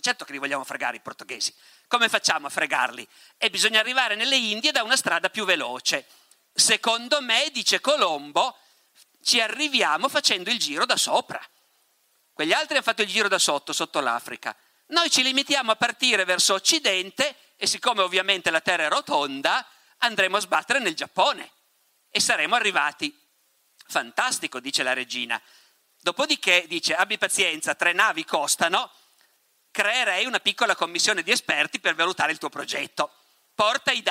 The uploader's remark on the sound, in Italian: Moby Dick Festival, 2019. Ospite del Moby Dick Festival.